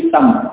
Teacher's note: Supaya lebih lunak. Kalau isam ini agak berat, maka dilunakkan, hamzahnya diganti menjadi ya, karena sebelumnya kasroh, sehingga menjadi isam.